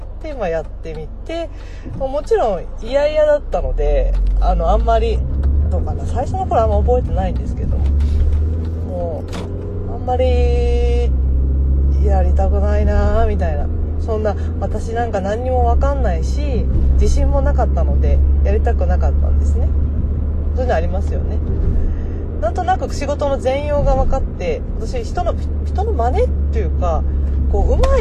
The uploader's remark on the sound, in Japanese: 今回は、車の中で録音しました。少し声の感じや後ろの雑音がありますが